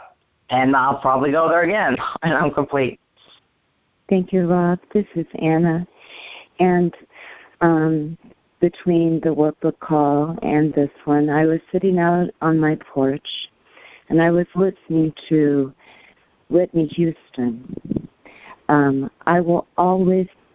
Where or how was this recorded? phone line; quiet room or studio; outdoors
phone line